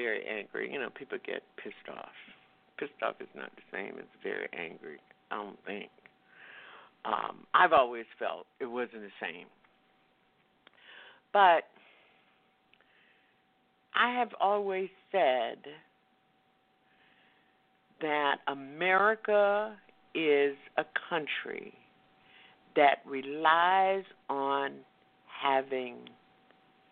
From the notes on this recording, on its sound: Listeners who "call-in" via telephone. Mkutano OPEN MIC Wednesday Night at OUR COMMON GROUND.